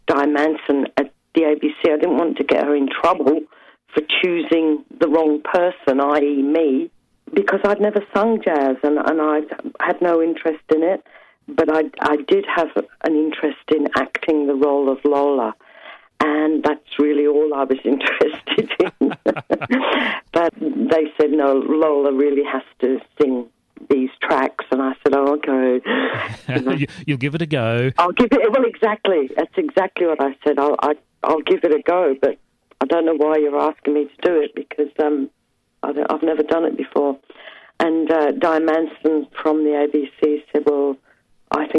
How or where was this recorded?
phone line